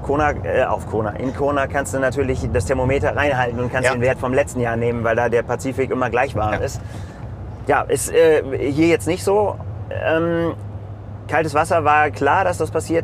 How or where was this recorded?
inside a vehicle